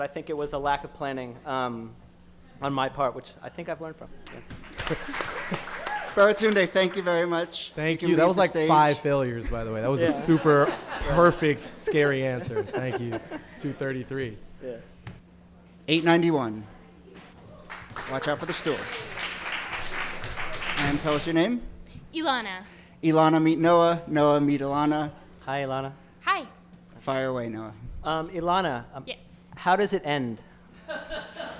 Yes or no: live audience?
yes